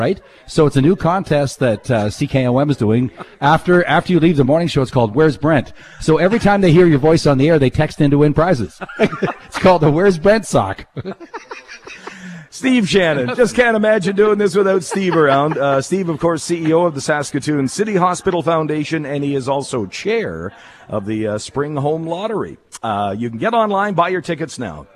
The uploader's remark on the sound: Live from Hospital Home Lottery show home